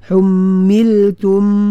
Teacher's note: waqaf dengan mim yang sukun, dia ada sifat gemaan. Humiltum sifat ghunnah tu.